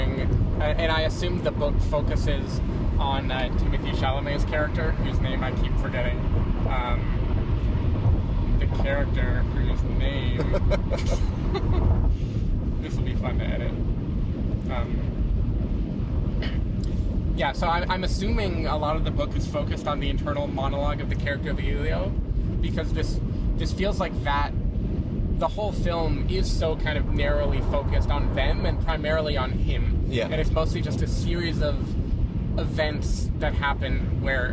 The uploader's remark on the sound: While driving down to San Diego.